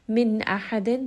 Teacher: نون sound is pronounced clearly because the letter after is one of the throat letters. همزة ها عين ها غين خا. · Term: إظهار